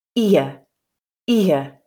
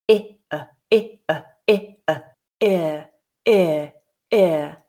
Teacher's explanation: most modern British English speakers now, will insert that intrusive y there · Shown in: first take · which means that ear is an interesting diphthong because it isn't actually strictly a diphthong at all.